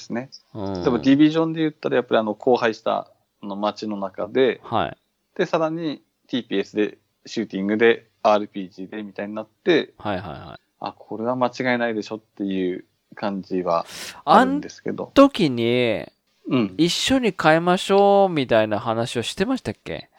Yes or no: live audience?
no